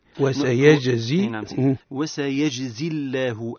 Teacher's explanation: ولا نقول وسيج أي نعم أي وسيجزي وسيجزي الله عندنا اللفظ اللام من لفظ الله يرقق أنه مسبوق بكسر وهو الزاي المكسورة في قوله تعالى سيجزي الله فسبقت بكسر في